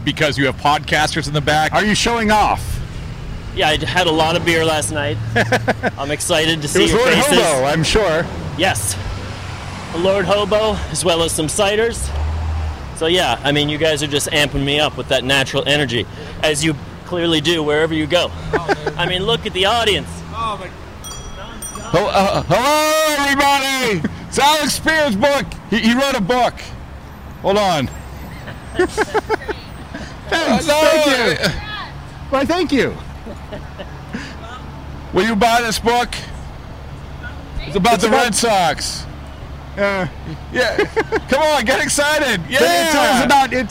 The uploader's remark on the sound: Reporters in Rickshaws. While riding through the streets of Boston courtesy Boston Bike Taxi and Lord Hobo Brewing.